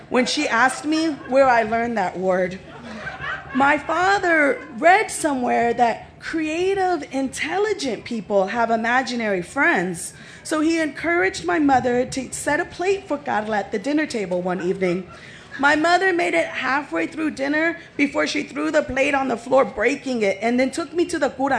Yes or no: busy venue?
yes